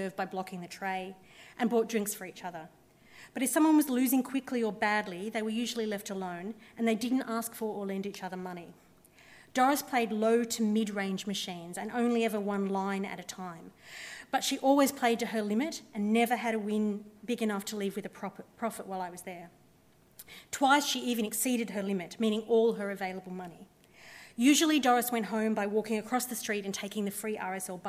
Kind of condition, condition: setting, live audience